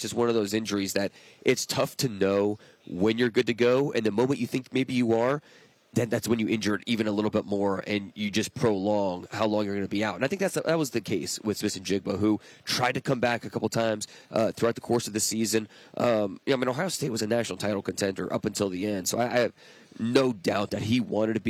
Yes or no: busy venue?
yes